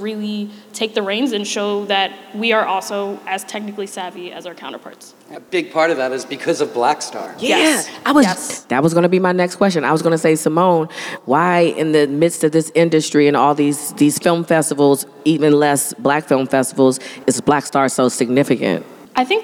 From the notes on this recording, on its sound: Live from BlackStar Film Festival. Live from the Daily Jawn Stage at the Kimmel Cultural Campus.